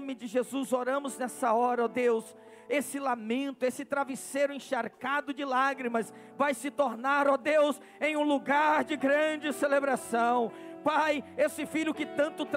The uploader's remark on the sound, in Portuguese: CULTO AO VIVO